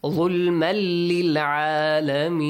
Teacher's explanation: The next letter is lam. Lam matches the yarmalun letters, which says you have to apply the rule idgham. Merge them, okay? Without ghunnah.